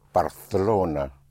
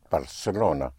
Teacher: the C in front of an E or I is pronounced like a TH in English · Shown in: first take · like in Barcelona. · Term: Castilian Spanish